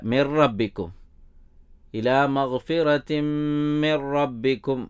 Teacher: പിന്നെ മിൻ റബ്ബിക്കും എന്നത് മിർ റബ്ബിക്കും എന്നാണ്. അതായത് അൽ ഇദ്ഗാമു ബിലാ ഗുന്ന, ഗുന്നത്തില്ലാതെ ചേർത്ത് ഓതുക. ആ നൂനിനെ അവിടെ പ്രൊനൗൺസ് ചെയ്യേണ്ടതില്ല.